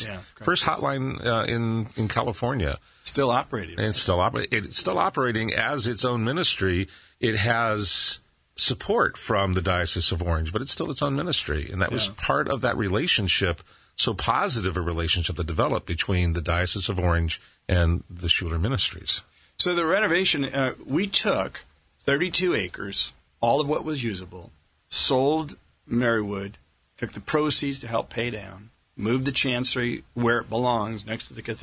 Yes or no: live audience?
no